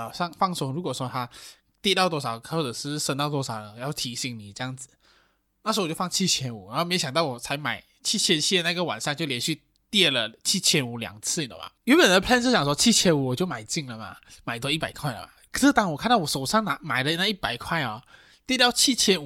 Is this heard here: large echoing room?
no